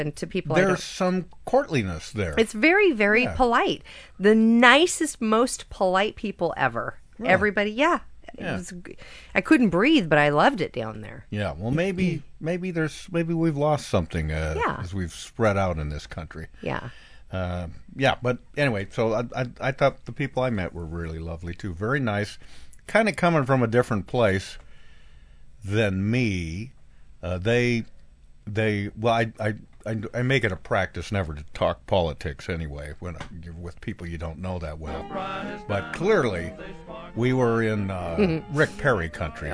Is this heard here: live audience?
no